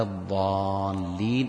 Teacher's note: الضالين فيها شدتان، الضاد مشددة واللام مشددة